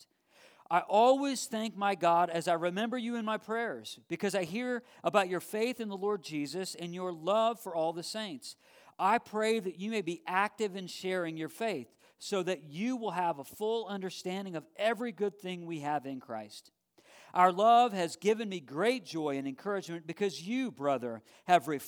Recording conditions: large echoing room